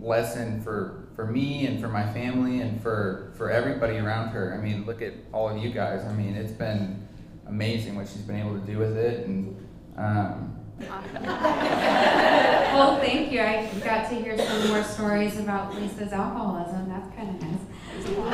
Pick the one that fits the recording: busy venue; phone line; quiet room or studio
busy venue